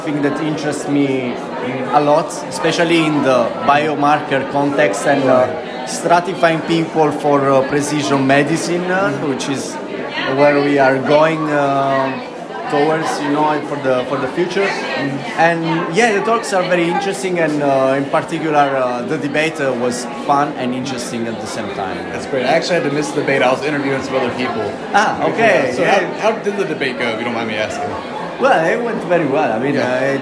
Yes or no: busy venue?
yes